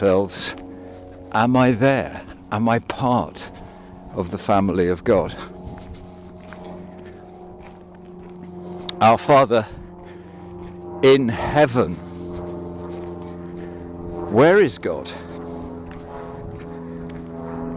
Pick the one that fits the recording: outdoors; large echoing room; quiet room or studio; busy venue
outdoors